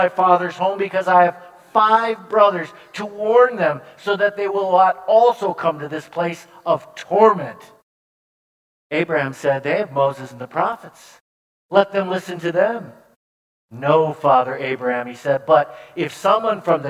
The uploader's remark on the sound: preached this sermon at Bethany's Sunday worship on September 25, 2022